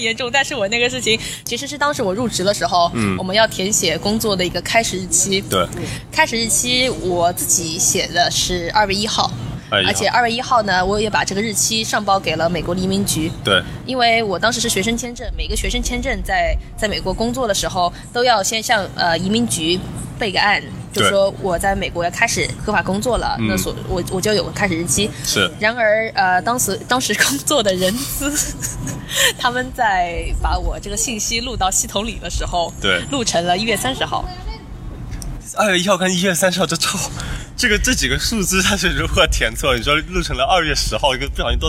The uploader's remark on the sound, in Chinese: 户外录音，稍有杂音，多谢谅解